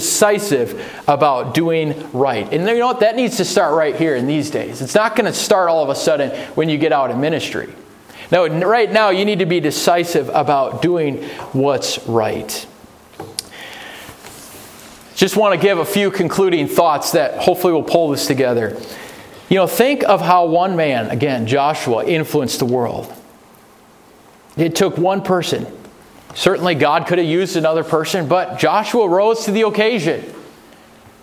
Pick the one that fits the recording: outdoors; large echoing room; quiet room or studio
large echoing room